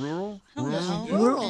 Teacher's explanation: It's more like the word rule, but with like an extra bump in, like rural. No, you don't really pronounce the R in the middle